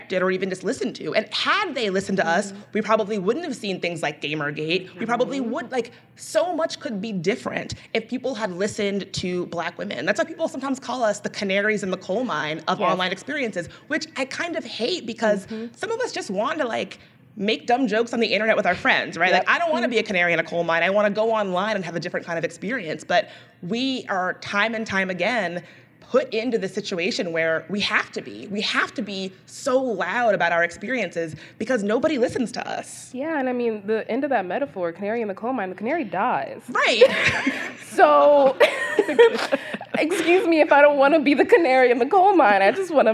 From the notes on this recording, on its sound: ICYMI went to Austin this week and recorded a live show at South by Southwest.